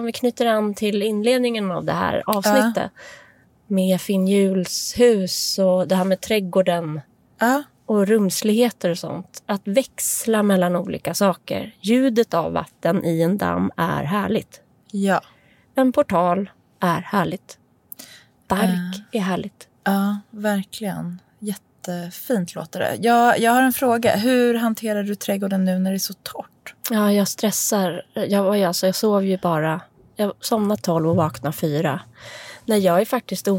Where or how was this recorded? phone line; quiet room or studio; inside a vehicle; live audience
inside a vehicle